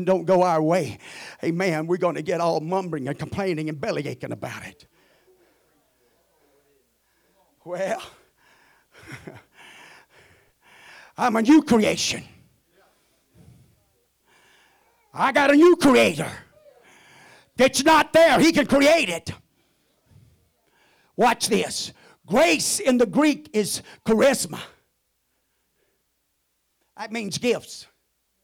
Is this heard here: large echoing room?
yes